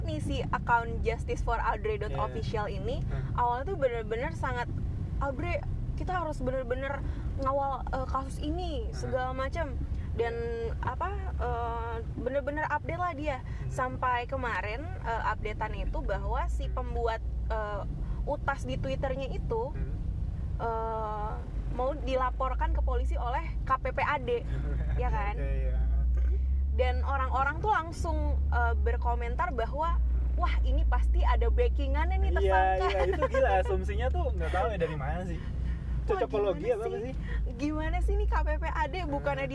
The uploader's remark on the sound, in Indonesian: maaf suaranya agak kecil, Røde taro di dashboard mobil